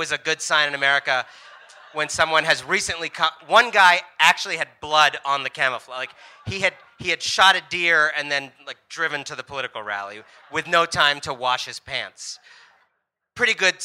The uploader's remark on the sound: A live session from #JaipurLitFest2020.